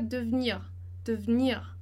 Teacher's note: E rapidinho fica devenir, devenir. Então, veja que o E realmente ele é mudo, ele não existe ali, tá?